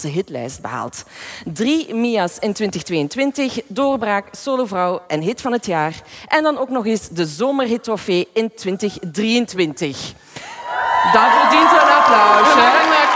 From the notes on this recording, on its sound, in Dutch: live vanop het DS Podcastfestival in Oostende